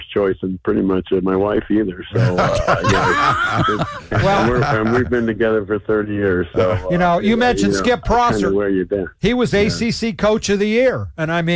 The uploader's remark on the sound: called in so give his congratulations